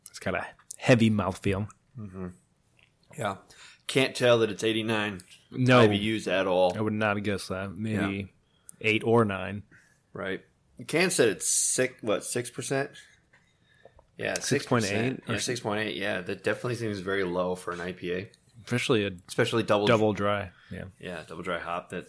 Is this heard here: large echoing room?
no